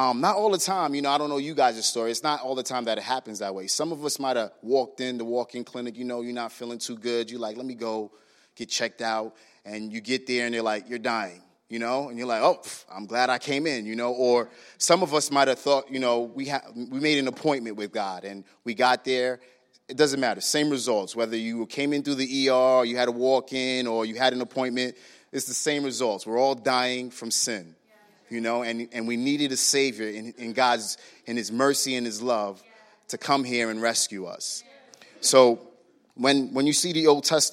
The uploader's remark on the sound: Was recorded on Sunday, March 10, 2019, during service at The Anchor Church in Rockport, Maine.